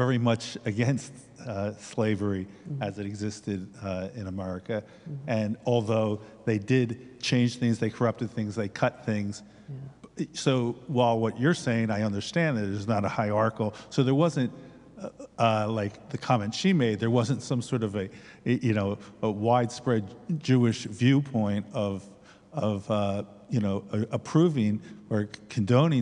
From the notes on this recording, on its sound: This episode is Part 2 of a 4 part series recorded live on Slavery and Reparations. Parts 2 and 4 are the Q&A portions with the live audience.